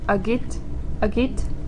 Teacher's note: Like K, when it's between two vowels, it sounds like a G.